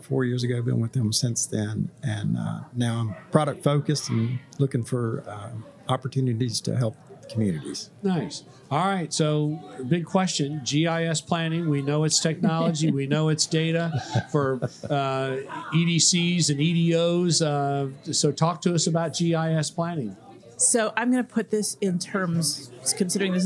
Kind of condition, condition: setting, busy venue